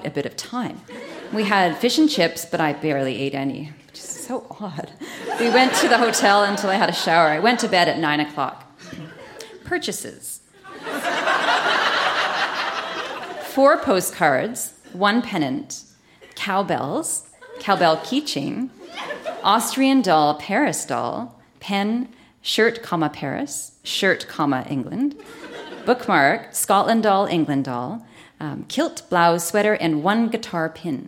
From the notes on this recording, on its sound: Recorded live at the Royal Cinema in Toronto.